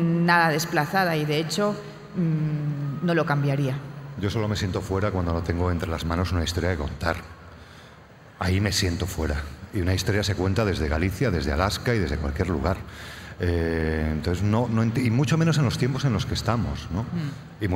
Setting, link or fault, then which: setting, busy venue